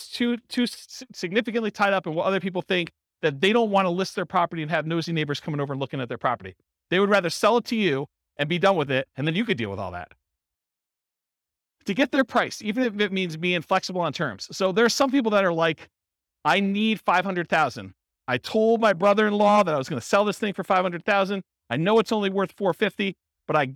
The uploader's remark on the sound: Real estate entrepreneurs in Pomona, California. This was a live class recorded.